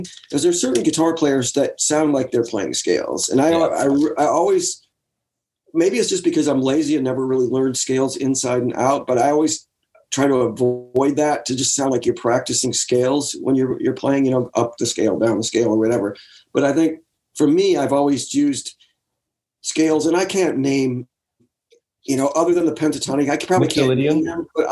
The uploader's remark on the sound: Remote ZOOM.